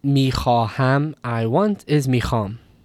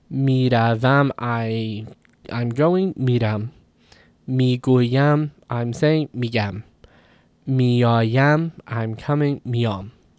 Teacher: So this ya, va, ha is sometimes lost in these intervocalic positions.